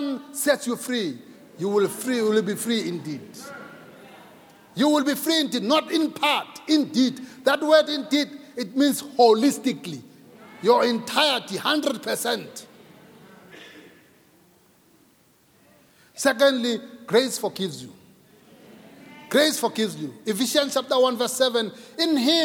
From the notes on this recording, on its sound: Preached at Grace Bible Church Pimville.